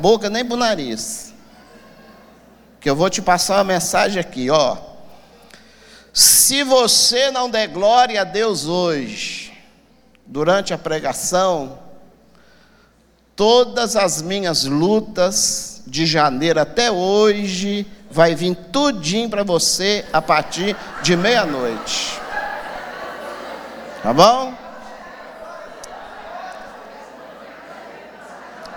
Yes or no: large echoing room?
yes